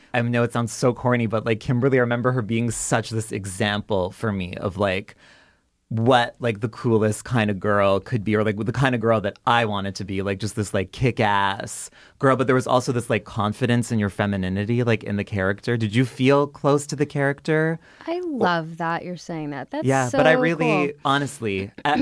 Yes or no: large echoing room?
no